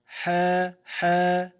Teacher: قال الشيخ زكريا: بالحاءين، في الكلمة حصحص، لمجاورتهما الصاد المستعلية، الحاء الأولى بعد صاد والثانية وقعت بين صادين، فالترقيق آكد لأن اللسان قد يسبق إلى تفخيمهما